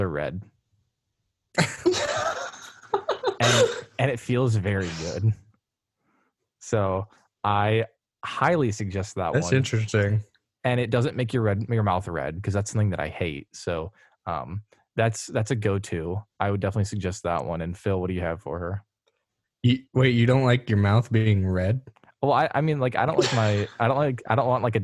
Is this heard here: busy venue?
no